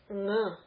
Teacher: And the fifth letter, the nasal, is ng. Means you have to make a n sound in the guttural position. And in English, we do this anyway.